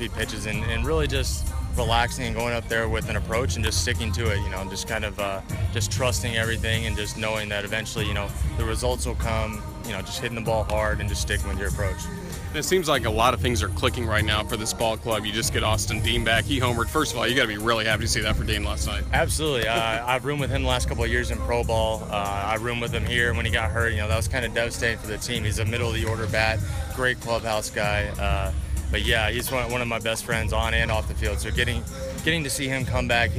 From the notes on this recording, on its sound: This interview was recorded on July 11, 2017 at the Baseball Grounds of Jacksonville.